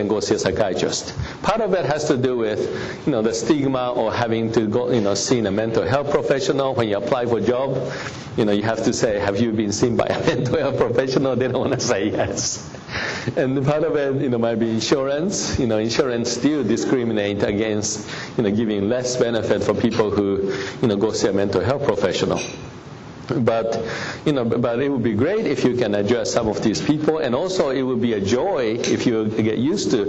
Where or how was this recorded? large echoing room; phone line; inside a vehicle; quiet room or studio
large echoing room